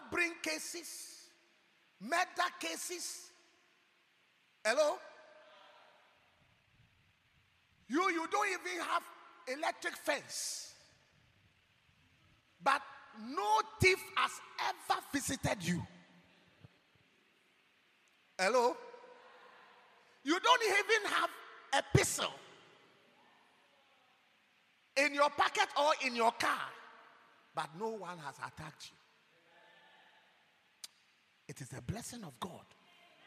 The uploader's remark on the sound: preached at God's Haven Ministries, The Purpose Assembly on Sun 12th March, 2023.